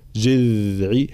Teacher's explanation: الذال دائما حرف مجهور حرف رخو